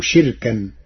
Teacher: قرأ ورش كلمة شركاء بكسر الشين وإسكان الراء وحذف الهمزة، فتصير جعل له شركا، أي اسم مصدر.